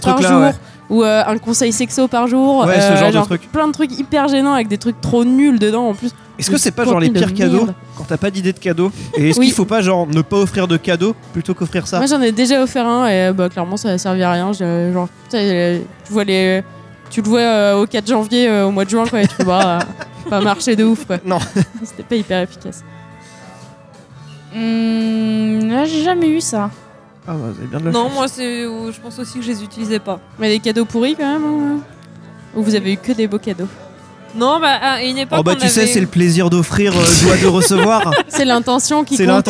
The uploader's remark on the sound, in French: enregistré au BarOurcq (Paris 19e)